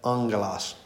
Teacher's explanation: when there's two gammas, it's actually pronounced with a NG sound